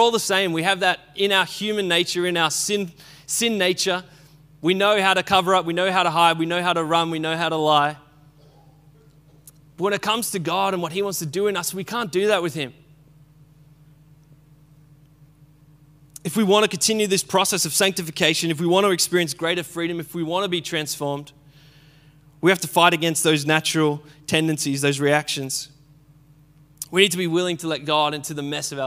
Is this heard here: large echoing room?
yes